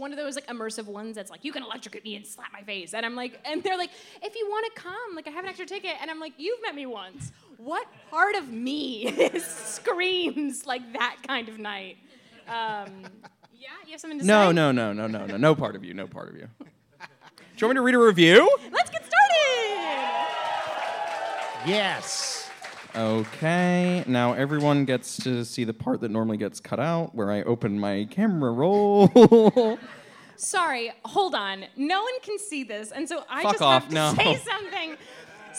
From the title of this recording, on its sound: LIVE at the New York Comedy Festival!